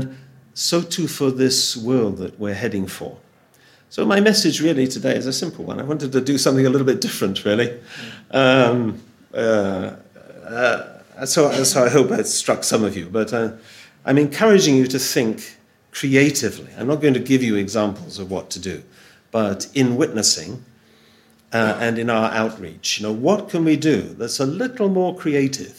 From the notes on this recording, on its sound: Audio from a sermon in Hatch End